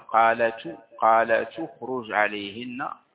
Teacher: بل حتى هذه الضمة التي على مثلا قالت، قالت اخرج عليهن، قالت اخرج هكذا بنقلها، نقل همزة ضمة الهمزة إلى التاء الساكنة فتصير هكذا تنقل.